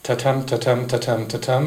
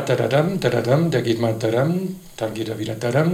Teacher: Und es geht auch nicht so abgehackt, nicht so akzentuiert wie im Deutschen, und der Akzent sitzt nicht vorne, sondern hinten. · Shown in: second take · Sprich, es ist eine völlig andere Struktur, eine andere Melodie, andere Konsonantenfolge.